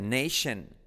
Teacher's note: Esa T, que no te engañe. Es una SH